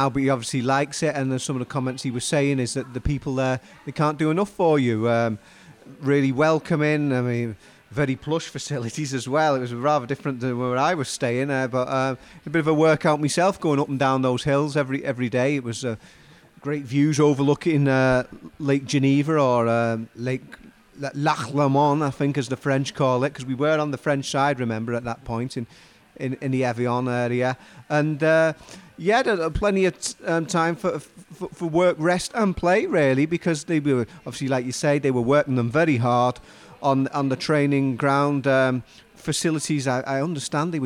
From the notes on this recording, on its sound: at Lovelock's Coffee Shop